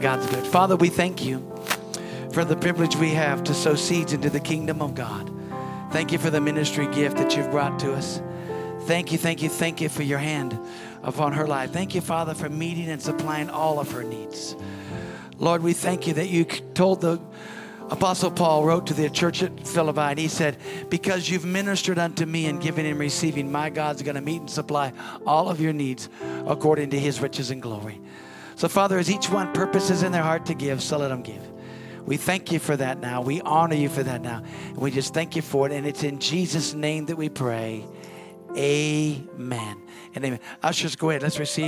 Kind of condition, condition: setting, large echoing room